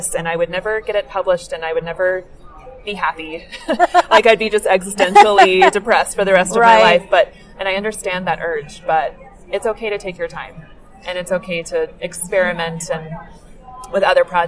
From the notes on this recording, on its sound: Interview was recorded at the American Library Association Midwinter Conference